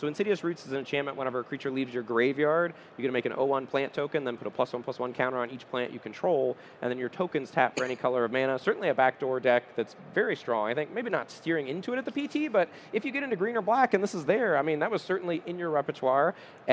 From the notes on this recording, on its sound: Live From Magic Con Chicago. We are coming to you LIVE from the main stage at Magic Con Chicago.